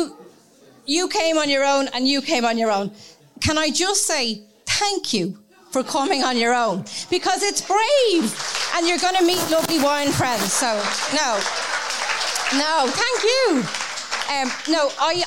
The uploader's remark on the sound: Celebrate our official launch event with a live recording. In the company of one hundred of our lovely listeners. Followed by an entertaining Q&A with questions from our listeners.